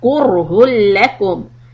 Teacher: this raw sukun is heavy because there's a dhamma before the raw